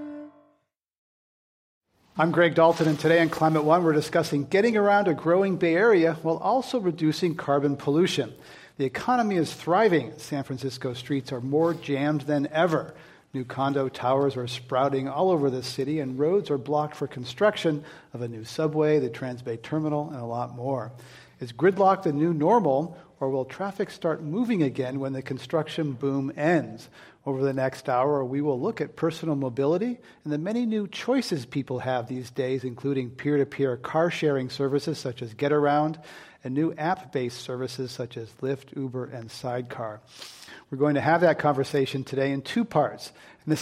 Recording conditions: live audience